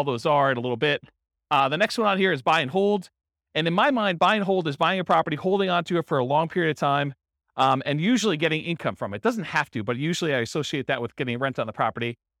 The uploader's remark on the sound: This was a live class recorded